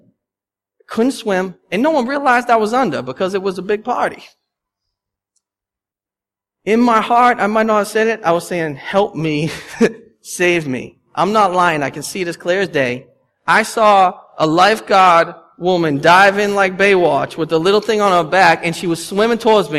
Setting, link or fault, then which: setting, large echoing room